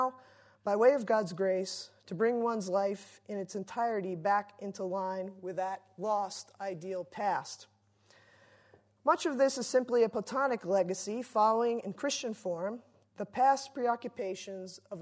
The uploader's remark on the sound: Delivers the Gifford Lecture entitled "Chained to the Past". Recorded 3 May 2016 at the University of Edinburgh's George Square Lecture Theatre.